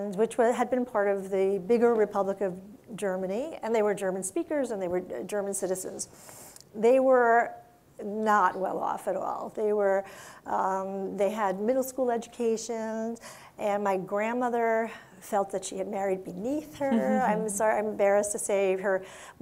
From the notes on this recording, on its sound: we go back to our in-person event